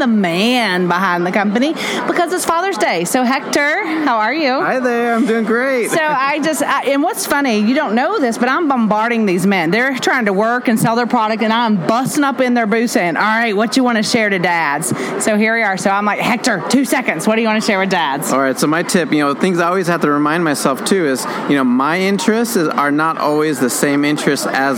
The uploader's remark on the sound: Since we are at the GHC conference in California, I decided to walk around and chat with some of the men that are here